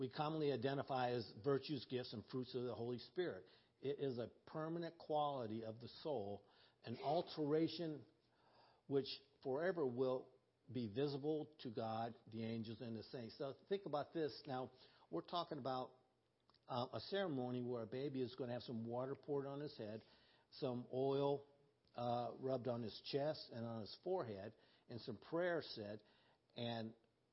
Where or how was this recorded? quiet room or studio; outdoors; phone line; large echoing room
large echoing room